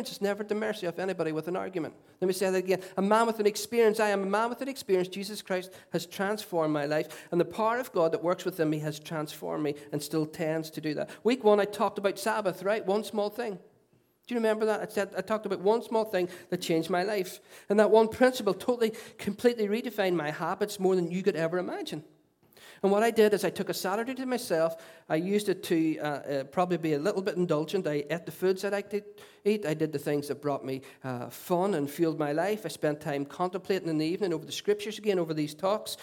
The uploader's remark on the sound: Recorded at our Storehouse Venue at 11am on Sunday 29th January 2017.